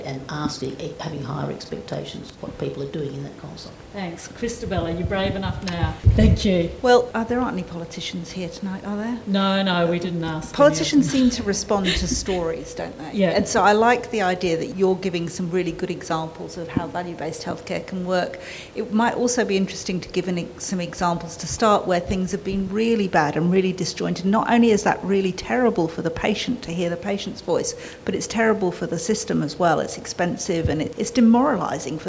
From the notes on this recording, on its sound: a live recording of a panel discussion from the launch of the Australian Centre for Value-Based Health Care on the 11th June 2019 in Melbourne